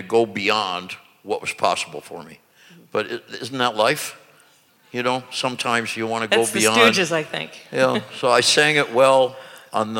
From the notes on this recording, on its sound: in front of an audience